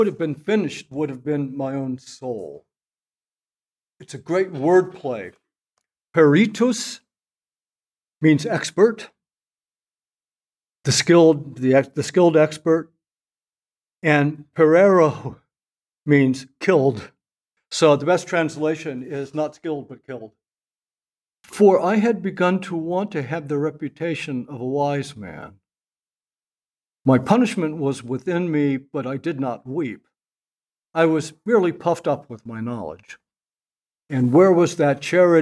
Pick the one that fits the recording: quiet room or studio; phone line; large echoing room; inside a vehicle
large echoing room